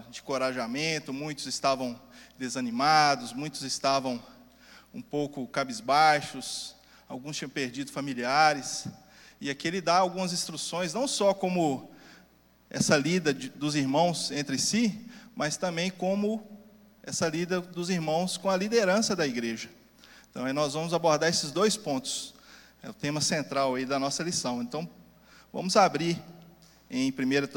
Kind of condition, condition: setting, large echoing room